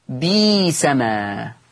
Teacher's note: قرأ ورش بإبدال الهمز الساكن ياء